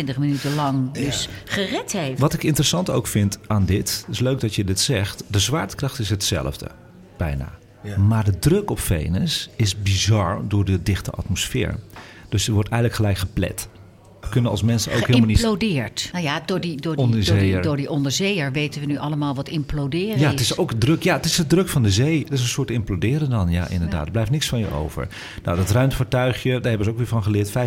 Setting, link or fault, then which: setting, busy venue